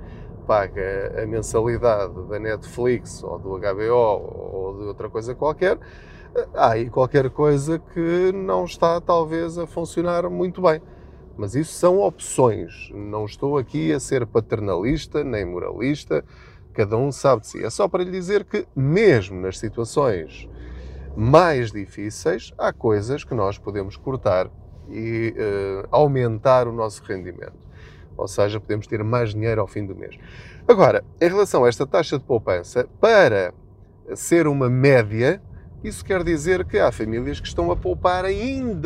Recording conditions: inside a vehicle